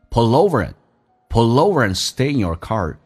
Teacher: pull over and 不被强调，直接发成个鼻音就可以了